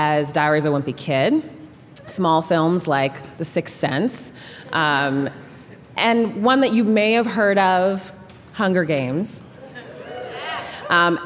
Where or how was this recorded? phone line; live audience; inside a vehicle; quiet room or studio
live audience